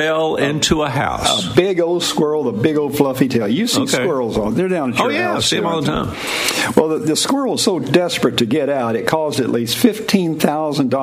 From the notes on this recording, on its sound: LIVE from Harrah’s Casino in Cherokee!